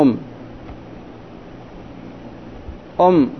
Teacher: أم الميم مشددة، ميم مشددة، الأول سيكون ساكنا والثاني متحركا